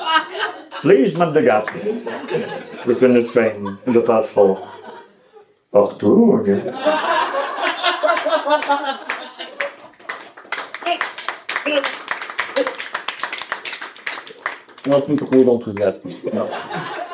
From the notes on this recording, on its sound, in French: Captation réalisée au bar Charlie Et Sa Bière A Deux Balles le 30 novembre 2022.